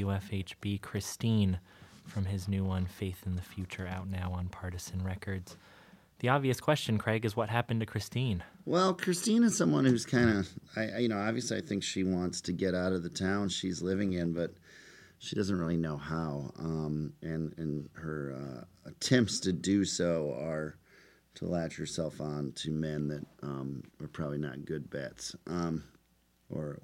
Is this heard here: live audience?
no